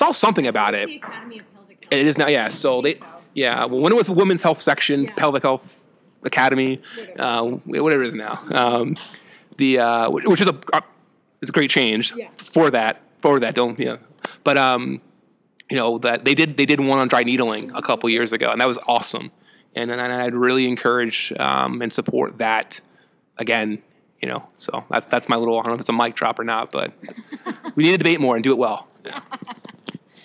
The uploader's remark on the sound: The Oxford Debate from APTA Next Conference. LIVE from the NEXT Conference in Chicago.